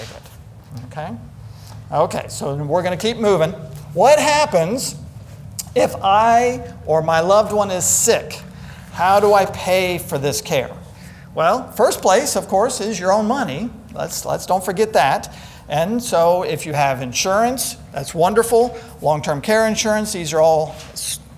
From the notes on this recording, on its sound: Today's podcast is a session recorded from our Alzheimer's and Dementia seminar held here at McGregor Baptist Church on February 19th, 2022.